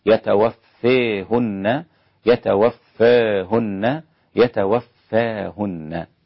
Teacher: والباقون بالفتح كحفص، يتوفاهن. يبقى الثلاثة أقولها بداية، الإمالة التقليل الفتح، الإمالة التقليل الفتح، حتى تعرف الفرق